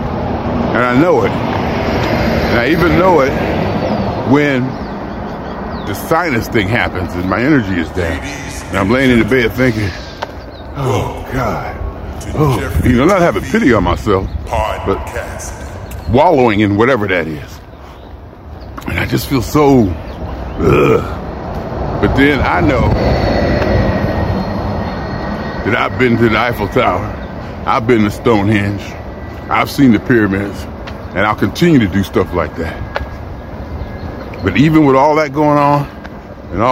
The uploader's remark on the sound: Me Walking Talking